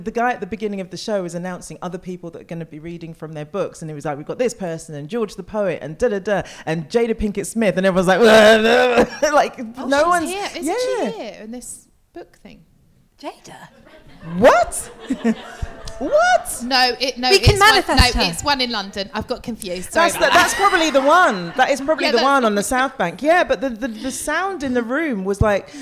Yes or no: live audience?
yes